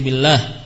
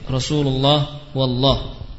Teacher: Lam tipis manakala di lafaz Allah yang didahului oleh kasrah seperti billah, dan lam yang dibaca tebal pada lafzul jalalah Allah yang didahului oleh fathah atau dhammah · Shown in: second take · seperti Rasulullah wallah.